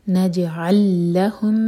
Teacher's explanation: جیم پر قلقلہ نج علہم لام اور لام کا ادغام تو ہم دو لام کو سپریٹ نہیں پڑھیں گے ایک ہی لام کی آواز آئے گی زور دے کر نجعلہم من مین پر غنہ من دونہا دال